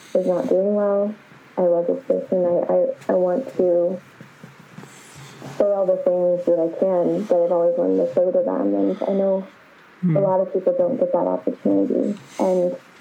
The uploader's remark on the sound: slight sound issues with the recording